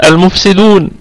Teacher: منصوبة أو مفتوحة. نقف عليها، لما نقف عليها بأوجه السكون هذه فيكون عندنا غنة النون، لأن النون ستكون ساكنة فتكون في الدرجة الرابعة من درجات الغنة، أما وصلا فتكون في أقل درجات الغنة من الدرجة الخامسة